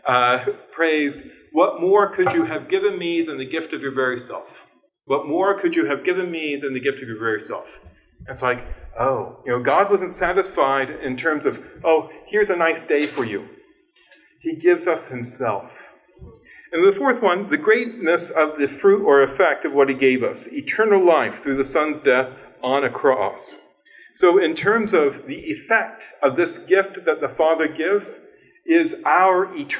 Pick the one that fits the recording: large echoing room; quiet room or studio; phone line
large echoing room